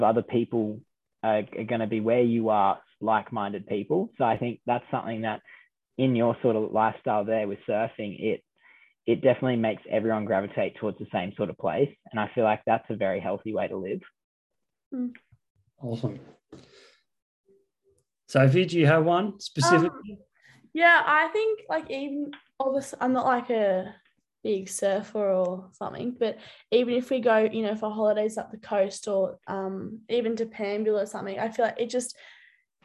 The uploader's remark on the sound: Brought to you via Zoom, as the team call in from home. Due to current lockdown restrictions.